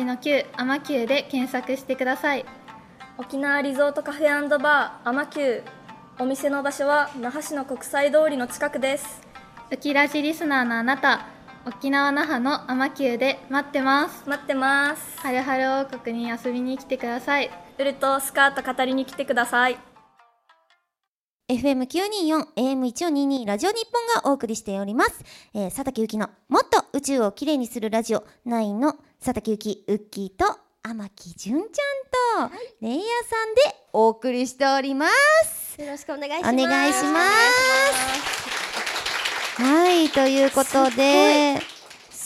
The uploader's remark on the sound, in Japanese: Ama9 1周年記念！公開収録。